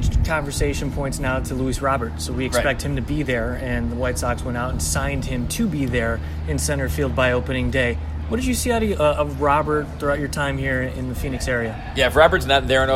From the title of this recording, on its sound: Live from spring training